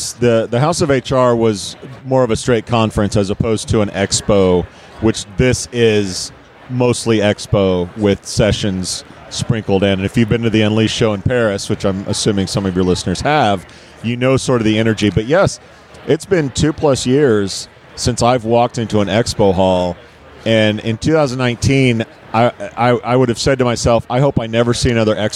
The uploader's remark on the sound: I caught up with them afterwards on the expo floor